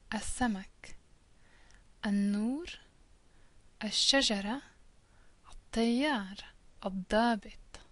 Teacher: you can only hear the a and then the first letter of the word, seen for samak, noon for nur, etc., has more, is almost doubled.